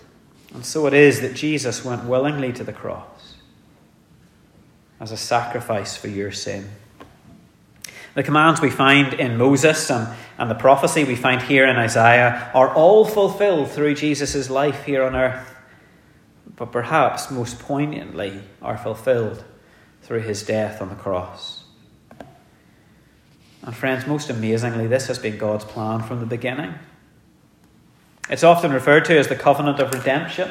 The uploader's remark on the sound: The sermon was preached in our communion service